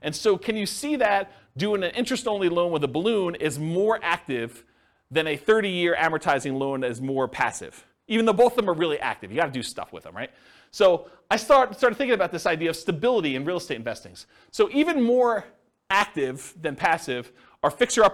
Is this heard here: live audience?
yes